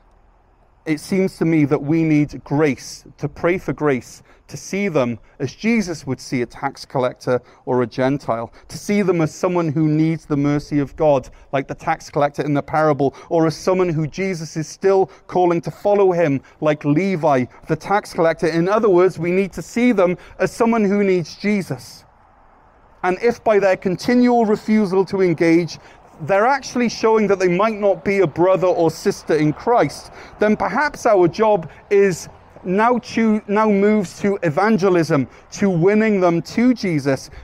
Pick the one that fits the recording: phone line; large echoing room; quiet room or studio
large echoing room